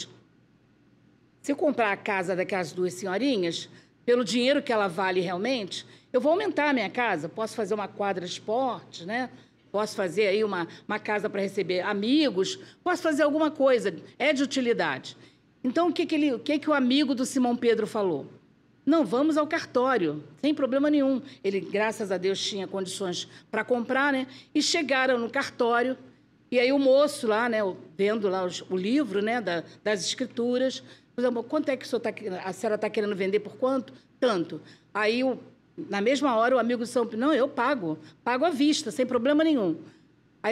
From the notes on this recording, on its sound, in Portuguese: Palestra ao Vivo